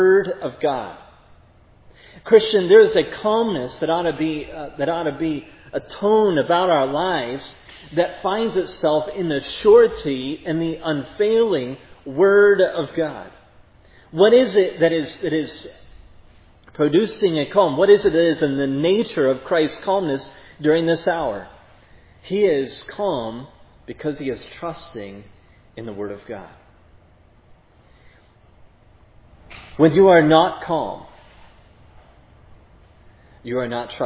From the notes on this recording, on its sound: was preached at Providence Church on Sunday, July 10, 2022